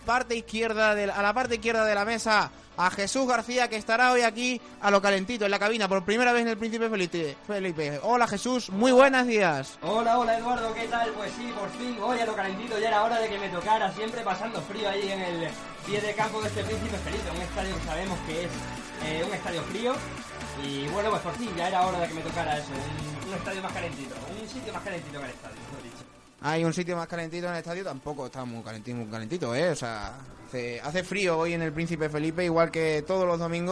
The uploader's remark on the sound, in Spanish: Retransmisión en directo de la primera mitad del partido CP Cacereño - CD Calamonte, de la joranda 27 de liga.